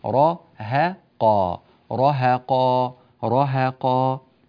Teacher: فننبه الإخوة والأخوات إلى ضبط هذه الهاء بحيث لا تتفخم بسبب مجاورتها للحروف المفخمة. رهقا رهقا رهقا بترقيق الهاء.